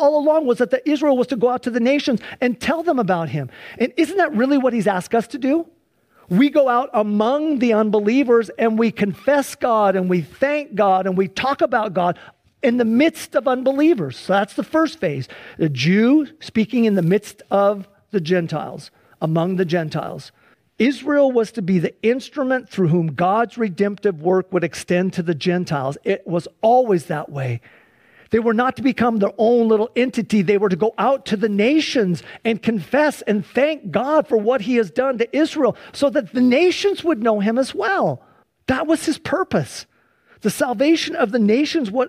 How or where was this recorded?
large echoing room